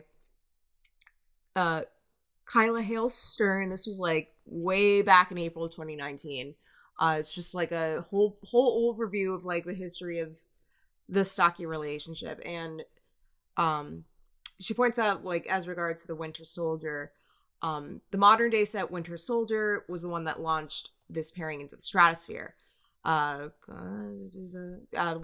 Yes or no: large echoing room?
no